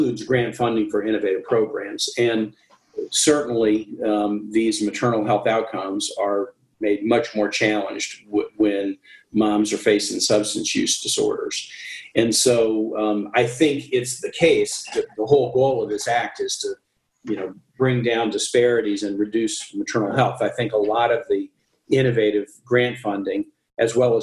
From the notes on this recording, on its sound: This episode of the Rural Health Voice podcast is the recording of a virtual press conference VRHA conducted.